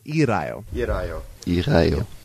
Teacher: called an alveolar flapped R, and it's kind of the rolled, it's like a rolled R only with one roll